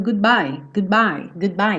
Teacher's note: Quando eu tô indo com a língua no céu da boca para fazer o D, good. Meu lábio já fechou para fazer o bye